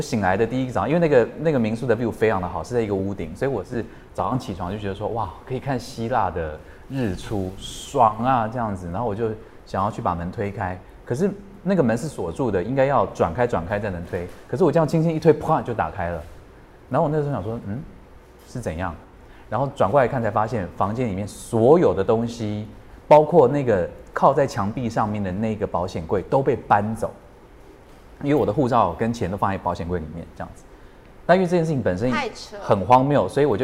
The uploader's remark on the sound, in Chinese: 在BAZAAR Taiwan 30週年的舞台上